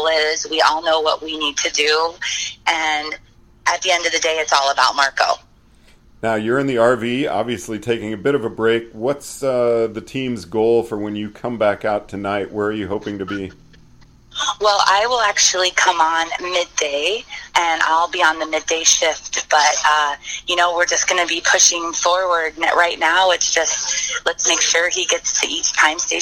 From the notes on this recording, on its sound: checks in from the RV outside Chilicothe